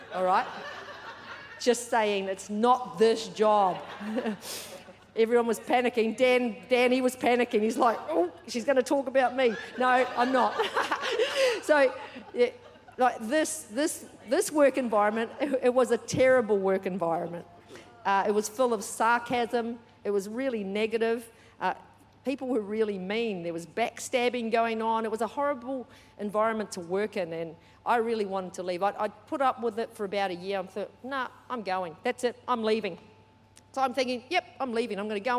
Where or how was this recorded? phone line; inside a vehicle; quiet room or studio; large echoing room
large echoing room